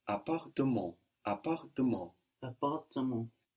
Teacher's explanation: So we wouldn't hear the last T.